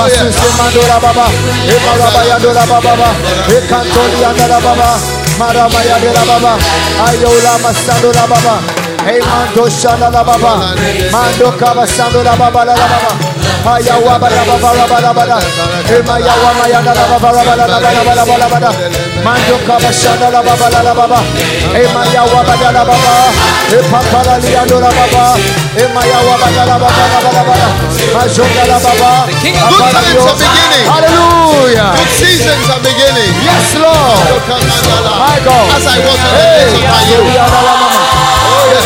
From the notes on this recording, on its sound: Preached at the FLOW Service, Accra.